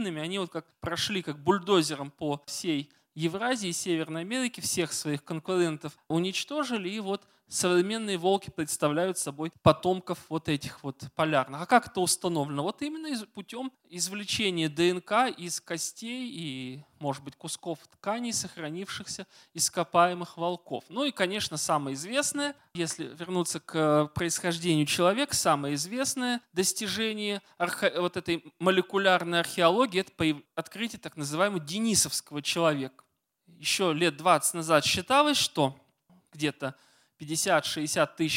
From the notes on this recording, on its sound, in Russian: Лекция в рамках цикла «Весна просвещения» в Доме культуры «Ясная Поляна».